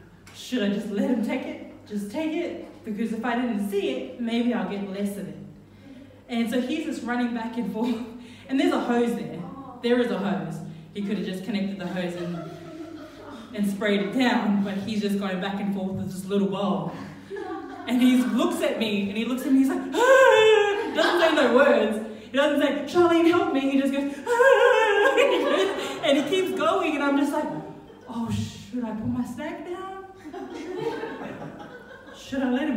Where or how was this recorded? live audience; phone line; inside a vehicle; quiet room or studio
live audience